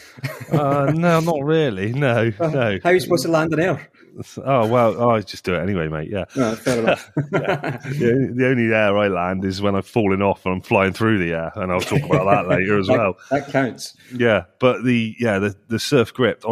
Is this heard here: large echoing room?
no